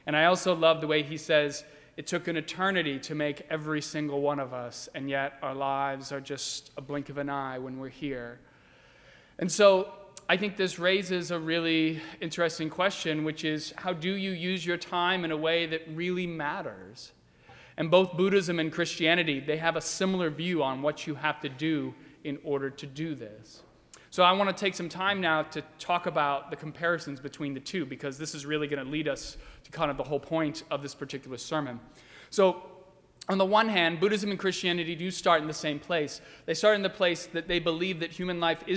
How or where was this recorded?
large echoing room